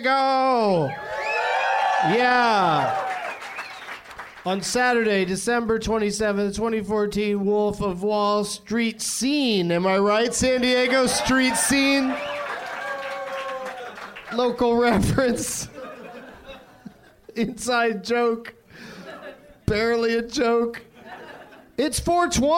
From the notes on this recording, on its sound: Live from the American Comedy Company in San Diego